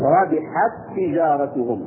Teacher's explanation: فدمجنا التاء الساكنة في آخر رابحت بالتاء المتحركة في أول تجارة، فصار الاسم فصارت تاء واحدة مسددة، فنقول ربحت تجارتهم. · Term: الإدغام